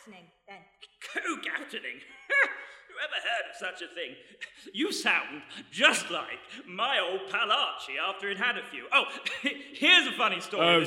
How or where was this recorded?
live audience